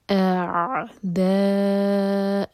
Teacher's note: اع حمزہ پہلے اس کے بعد عین، عین کا ساؤنڈ پہلے نہیں آنا چاہیے، ا اور پھر عین.